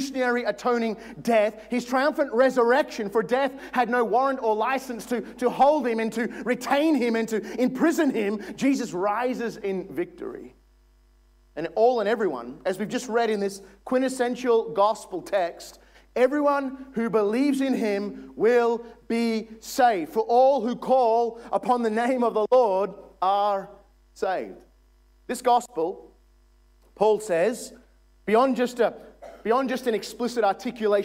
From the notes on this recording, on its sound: This is from session one of our Stand Firm Conference in 2022.